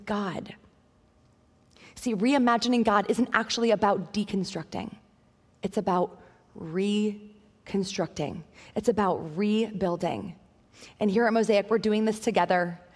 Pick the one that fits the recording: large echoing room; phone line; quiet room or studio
large echoing room